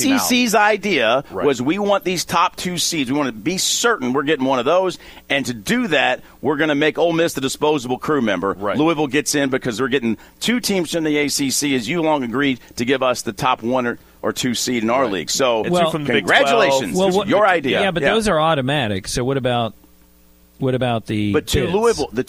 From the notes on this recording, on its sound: The guys are broadcasting live from The Fitness Market! 2521 Plantside Dr, Louisville, KY 40299.